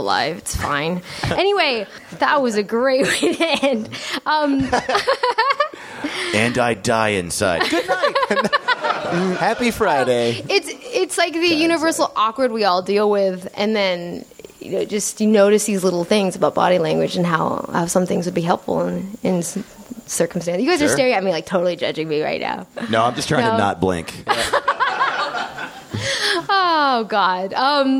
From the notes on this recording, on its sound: live on stage at NerdMelt